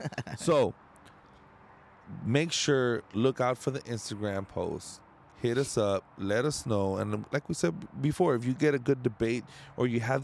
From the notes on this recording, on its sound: Live at the Landmark Arm Wrestling